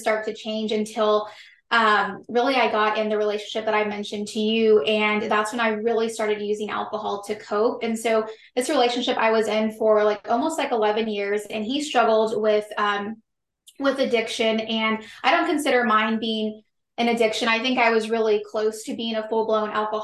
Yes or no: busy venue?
no